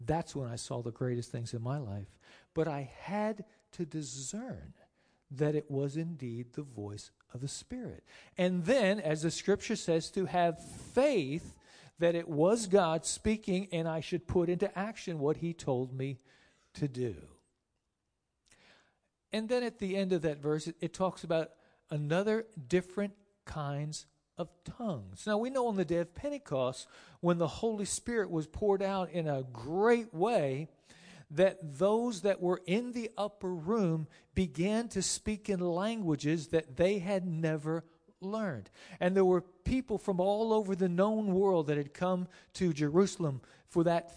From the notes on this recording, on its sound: Sermon preached on 9-1-19 at Lighthouse Tabernacle Church of God of CI